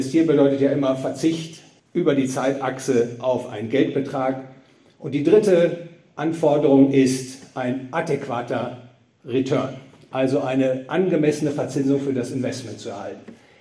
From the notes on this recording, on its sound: gehalten auf dem Fondskongress in Trier